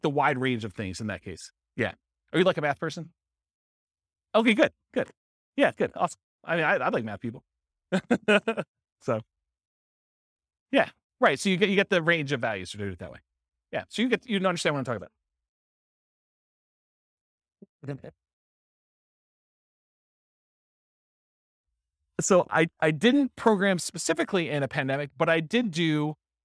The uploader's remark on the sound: This was a live class recorded